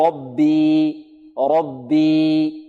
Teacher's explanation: إذا سكننا الياء وقبلها كسرة من جنس حركة الياء، فتكون الياء حرف مد ولين، تكون الياء حرف مد ولين، نقف عليها بحركتين